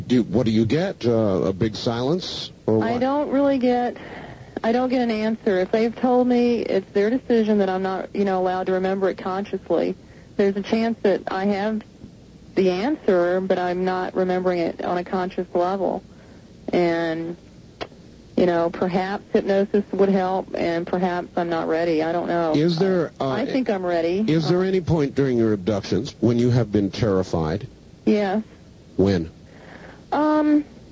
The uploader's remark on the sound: holds her tape recorder to the phone